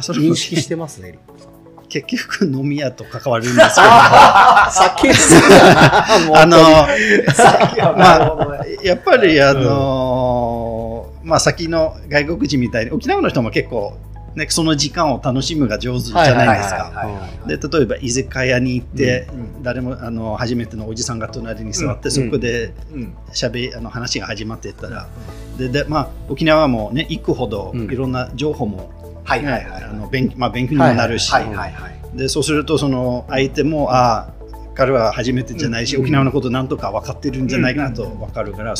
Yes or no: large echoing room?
no